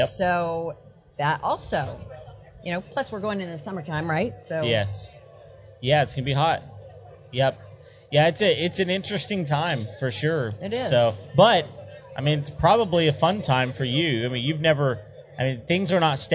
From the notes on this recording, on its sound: our live appearance